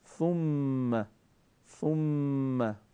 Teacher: نوک زبان رو ما به نوک دندانهای ثنایا متصل میکنیم و این حرف رو تلفظ میکنیم · Term: حرف فا